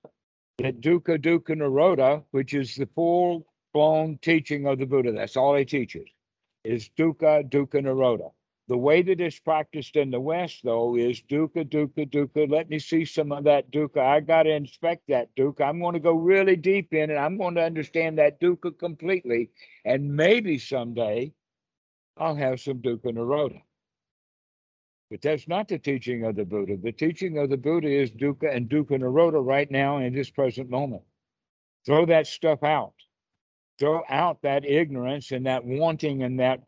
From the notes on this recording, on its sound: skype calls